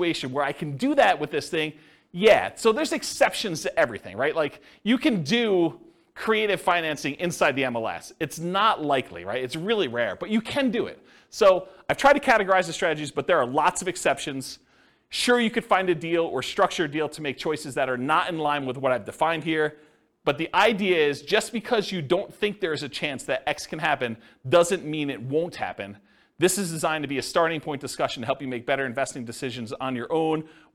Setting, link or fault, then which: setting, live audience